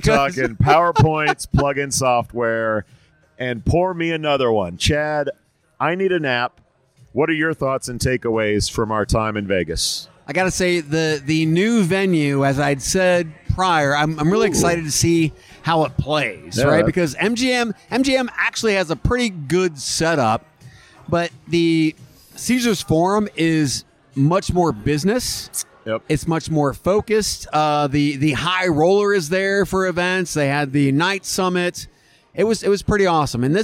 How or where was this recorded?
busy venue